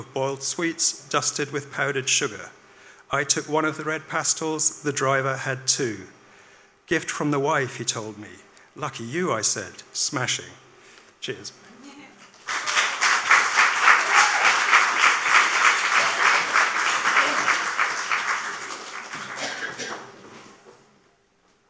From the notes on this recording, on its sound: Listen to the Brixton BookJam. At our regular venue Hootananny Brixton.